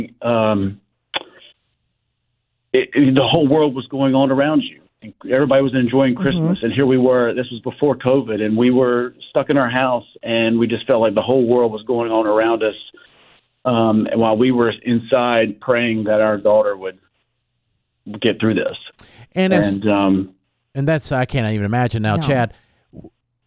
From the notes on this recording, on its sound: on the phone